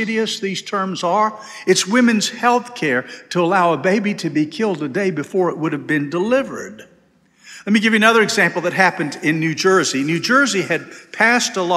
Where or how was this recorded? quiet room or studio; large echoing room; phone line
large echoing room